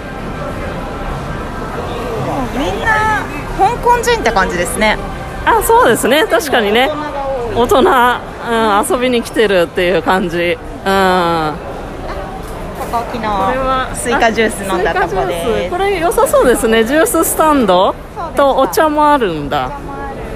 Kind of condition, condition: setting, busy venue